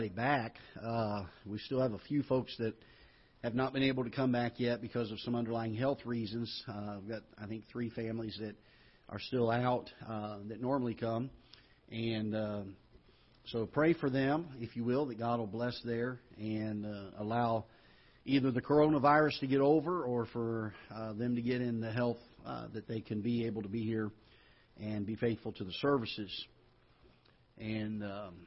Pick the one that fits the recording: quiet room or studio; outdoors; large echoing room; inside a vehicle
large echoing room